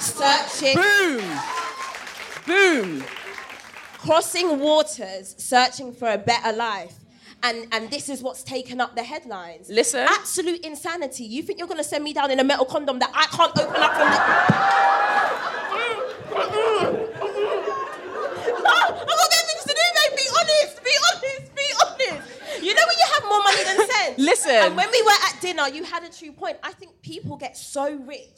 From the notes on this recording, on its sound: The live episode that was recorded when the cousins gathered at the Soho Theatre, for the first ever Closet Confessions LIVE! In front of a packed audience, before turning it over to the crowd for some mass messiness and group healing.